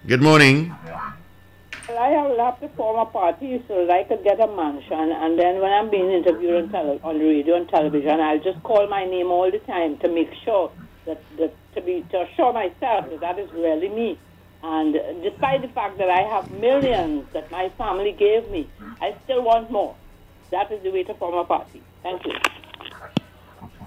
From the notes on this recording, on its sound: we take more calls from the audience